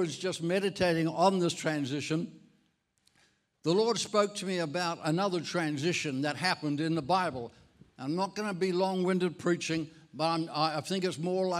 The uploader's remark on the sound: This message was recorded at Encompass Church, Bundoora in July 2023.